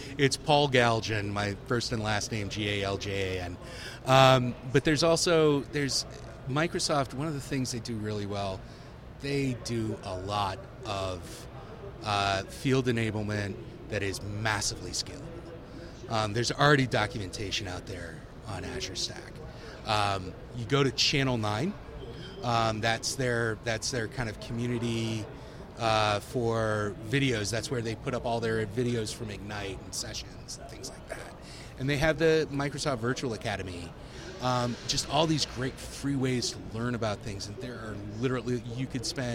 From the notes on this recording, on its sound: Joins us live on Day 4 of Dell EMC World in Las Vegas for an extra immersive recording The Hot Aisle.